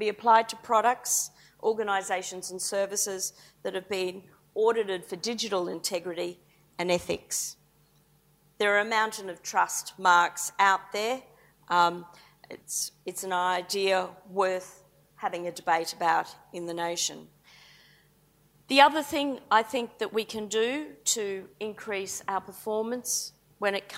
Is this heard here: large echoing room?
yes